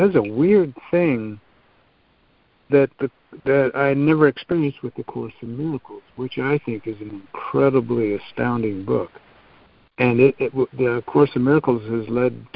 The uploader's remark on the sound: A Course in Miracles [ACIM] Students are joining together on a Free Conference Call to study A Course of Love [ACOL], scribed by Mari Perron, First Receiver.